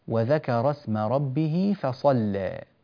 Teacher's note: يتعين في اللام الترقيق ولا يجوز التغليظ